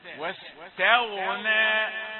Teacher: تأتي الغين مفخمة بين المرققين